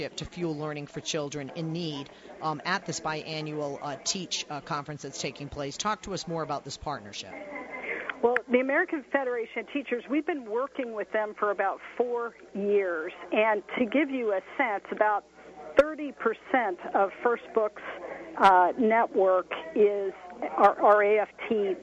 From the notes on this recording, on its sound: live from the American Federation of Teachers' 'TEACH 2015' Conference